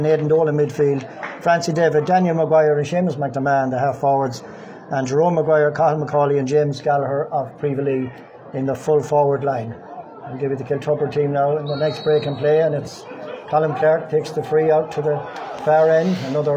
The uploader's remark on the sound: Live commentary of first half